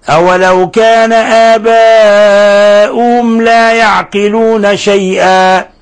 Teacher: أولو كان آباؤهم لا، أولو كان آباؤهم لا يعقلون شيئا، فهنا ميم ساكنة جاء بعدها حرف اللام أو اللام أليف، فالحكم التجويدي إظهار شفوي، بمعنى أن نلفظ بالميم الساكنة مظهرة مبينة، ولا نضغط عليها ولا نخفيها، لأن هذا من حروف عند اللام من حروف الإظهار الشفوي.